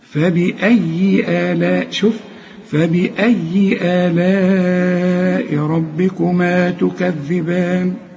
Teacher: وهنا الذال هنا مرققة ولازم تطلع فيها لسانك